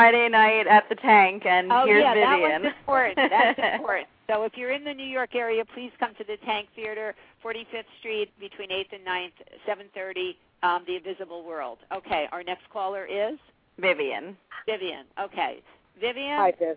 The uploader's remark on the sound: live call-in radio talk show